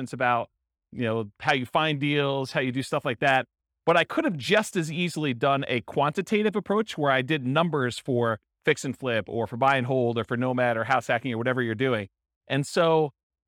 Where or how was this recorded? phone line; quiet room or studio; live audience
live audience